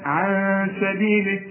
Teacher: النون بقى السين، السين رفيعة، الغنة كمان بتاعتها رفيعة